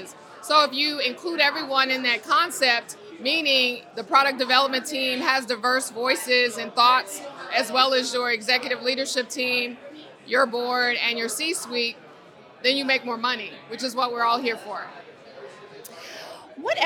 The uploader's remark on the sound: spoke with AM Best TV at the InsurTech NY Spring Conference in New York City